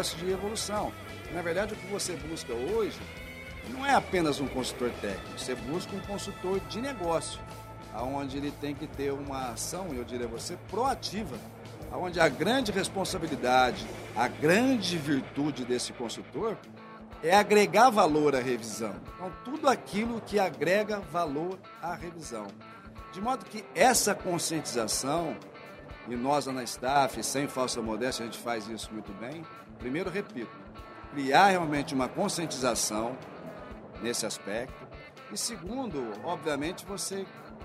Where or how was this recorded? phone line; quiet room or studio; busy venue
busy venue